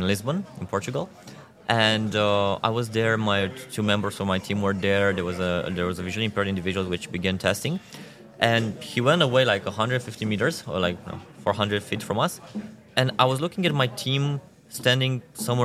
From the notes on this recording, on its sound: live from Vienna at the Zero Project Conference